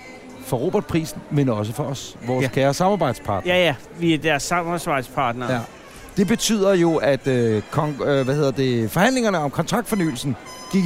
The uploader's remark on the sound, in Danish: Optaget under årets Robertprisen 2018 på Tivoli Hotel i København. I deres sofa oppe på balkonen.